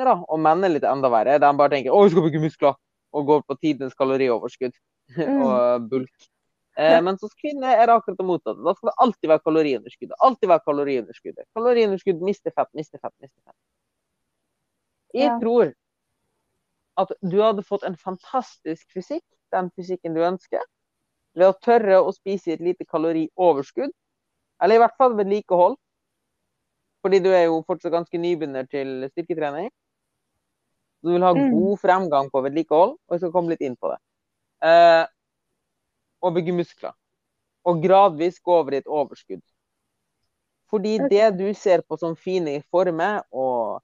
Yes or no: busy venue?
no